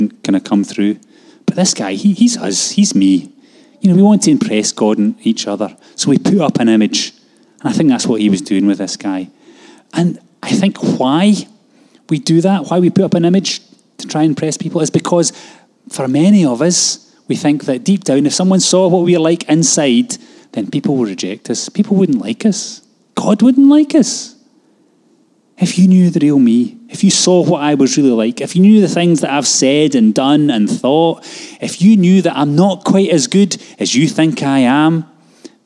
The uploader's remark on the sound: Live from our Sunday gathering on 30/10/22.